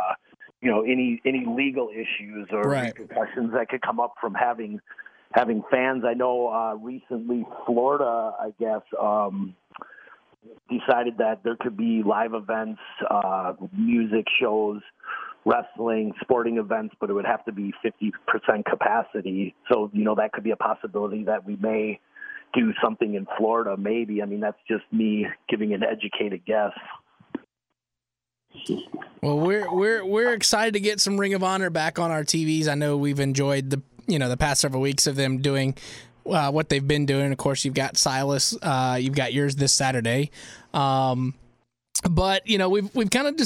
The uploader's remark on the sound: Calls